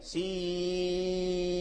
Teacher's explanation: إذن الياء حرف مد وبعدها نون ساكنة